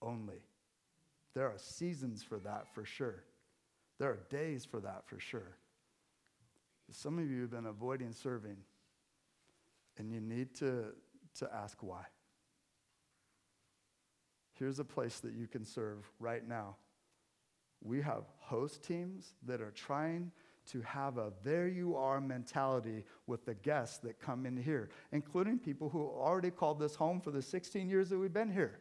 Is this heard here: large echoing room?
yes